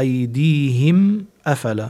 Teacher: ميم ساكنة إجا بعدها الهمزة أفلا، فبيكون الحكم هون إظهار